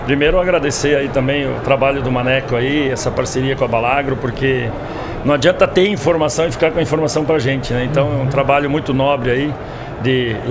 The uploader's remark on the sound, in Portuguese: Estamos ao vivo da Hortitec 2023.